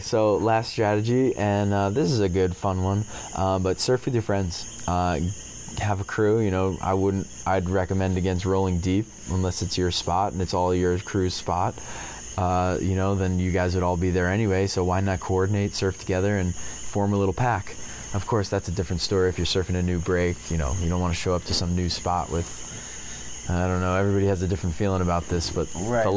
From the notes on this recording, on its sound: This episode was a pleasure to record because it was accomplished while sitting outside on a beautiful Puerto Rican evening accompanied by the native nocturnal creatures. You don't have to listen closely to hear the symphony of crickets & coquis that surround them.